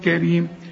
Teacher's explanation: كريم كلها حروف مرققه بما فيهم الراء، لان الراء ما دام مكسوره تبقى مرققه